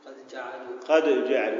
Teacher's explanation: قد جعلوا، قد جعلوا، ولا نقول قد جعلوا لأنك أذهبت ذات حرف الدال، إذا قلت قد جعلوا وهنا لضعف مخرج الحرف جاء بالقلقلة